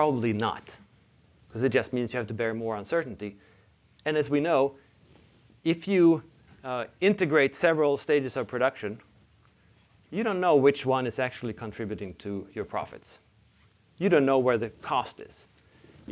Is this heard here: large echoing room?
yes